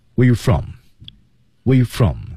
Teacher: R 被弱读了，强调的是第一和最后一个单词